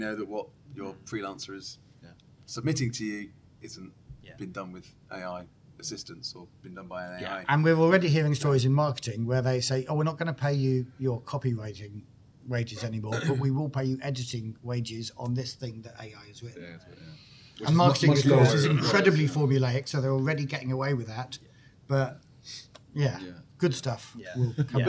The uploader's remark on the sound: recorded live and uncensored at UK Games Expo